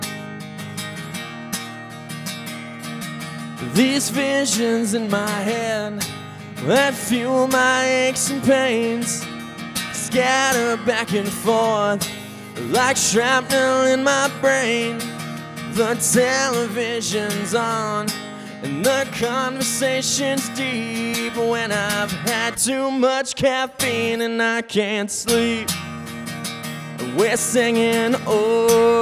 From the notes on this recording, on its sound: This bonus episode is from a live recording of The Groove Life Podcast that originally took place at Hospoda in Cedar Rapids on June 23rd, 2023. From our live show back in June - a short interview (followed by a musical performance).